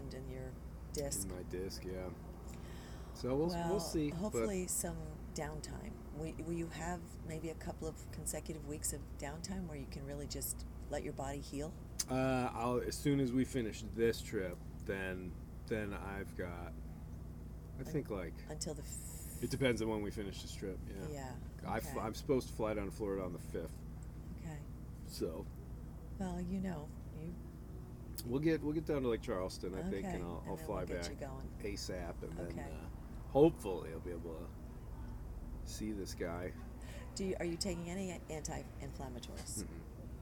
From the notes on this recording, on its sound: Raw Recordings from the Trip. The second part of the show is a compilation of the recordings I made while aboard Prima, the Saber 45 I helped take from Maine to South Carolina.